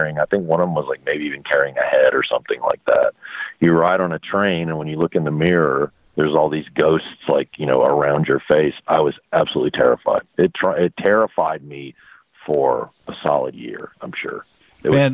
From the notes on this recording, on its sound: I interviewed him via phone from his home.